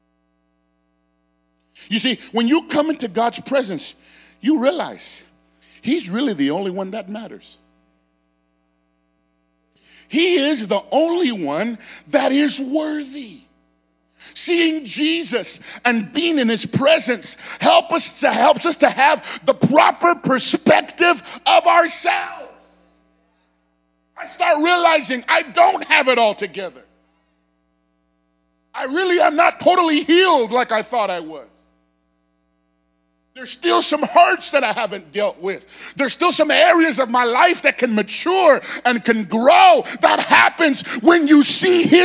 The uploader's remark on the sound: Sermon Preached on 1/8/23 at Phoenix First Apostolic Church